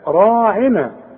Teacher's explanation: هنقول لا تقولوا راعنا، بعد الراء في الف اهي، الف فوق الراء اهي، عشان مش تقول رعينا، لا راعنا، عشان تمدها ألف كاملة. راعنا مرققة ما عدا الراء